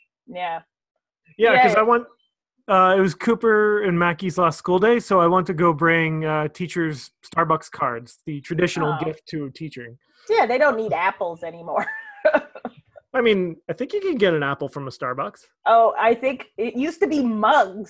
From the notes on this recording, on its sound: This episode was recorded in the beginning of Phase 2 of the re-opening period in Ontario. We're finding Zoom is just WAY more convenient!